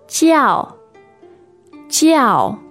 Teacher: to call something is fairly strong there. It's the fourth tone